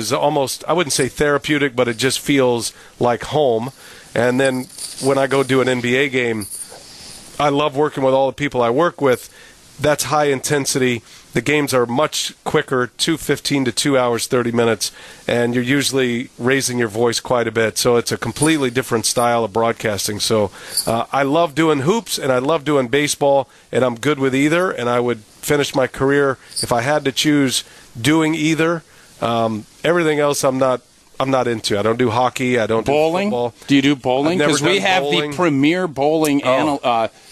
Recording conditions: busy venue